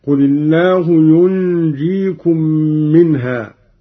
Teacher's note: إخفاء النون عند الجيم مع الغنة بمقدار 2 حركات